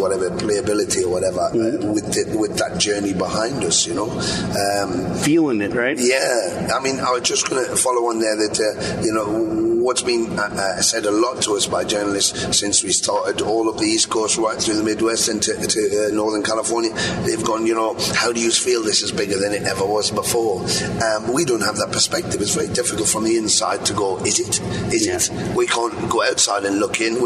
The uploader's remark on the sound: We travelled up to San Antonio for a show over 30 years in the making. Before the show, we were invited on the bus.